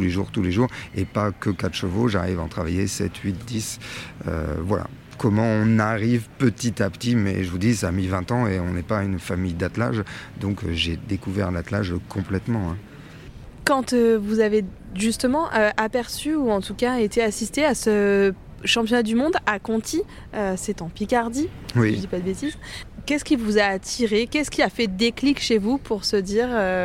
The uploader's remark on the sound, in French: En immersion au CHI de Genève. Nous sommes en direct du CHI de Genève.